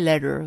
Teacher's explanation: So, außerdem haben die das Flapping, da wird das T in der Mitte von Wörtern abgeschwächt und eher zu einem D.